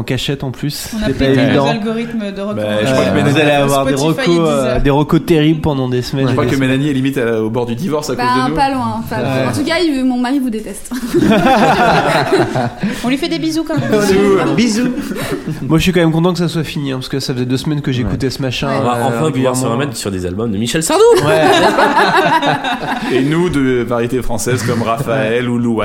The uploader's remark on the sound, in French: Enregistré à La Petite Mercerie de Paris. Enregistré à La Petite Mercerie de Paris.